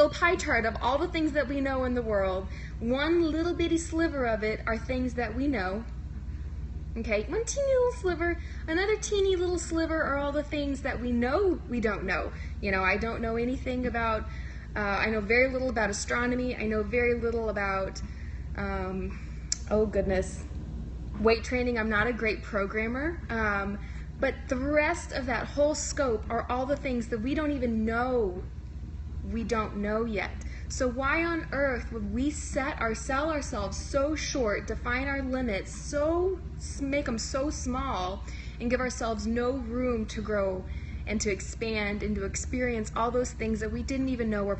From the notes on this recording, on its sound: Today’s episode is another live Periscope recording, so please excuse some of the poor sound quality.